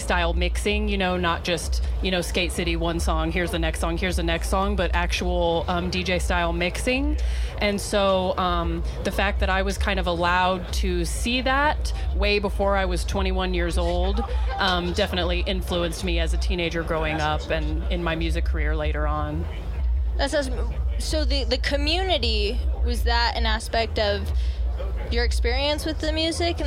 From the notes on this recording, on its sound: Live from Grandoozy Music Festival in Denver, CO. 2018. One sunny day in Denver at the largest festival the state of Colorado has ever seen.